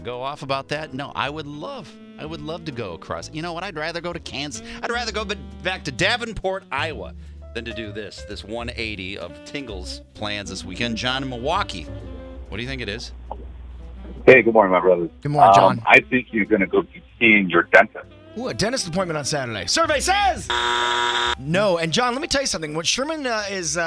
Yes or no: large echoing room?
no